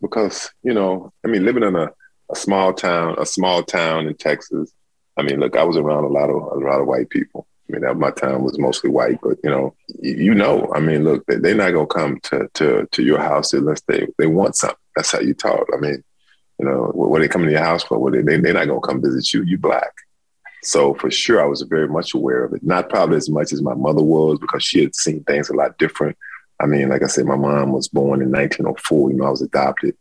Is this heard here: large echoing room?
no